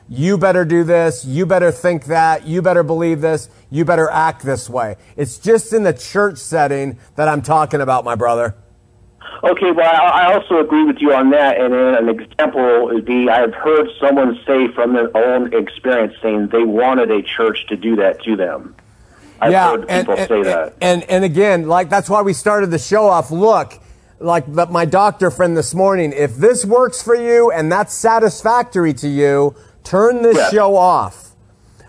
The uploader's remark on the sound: Live Calls